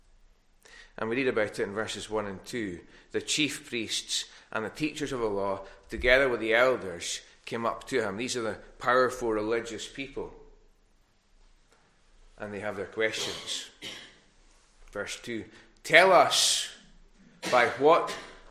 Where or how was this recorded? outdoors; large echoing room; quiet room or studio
large echoing room